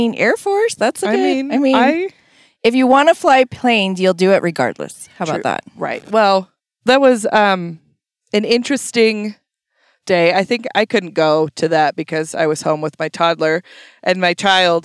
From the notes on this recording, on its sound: An episode that was recorded back in 2020 shortly after quarantine ended. They literally sat in the car, in a parking lot, and pinged off eachother for almost an hour.